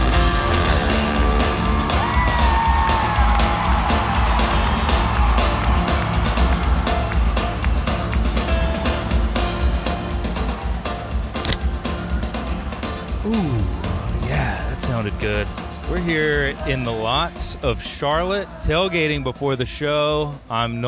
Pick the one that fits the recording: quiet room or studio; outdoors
outdoors